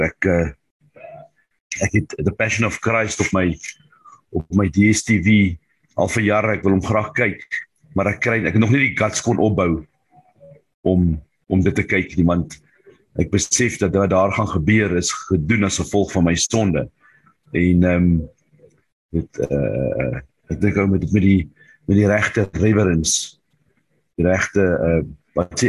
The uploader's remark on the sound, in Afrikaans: Manne van die Woord Zoom Byeenkoms 14 April 2022